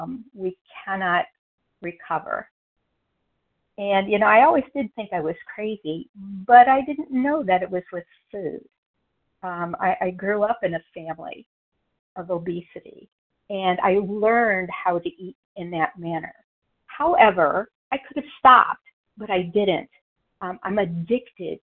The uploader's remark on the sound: from the 100 Pounders Phone Meeting, 8/14/23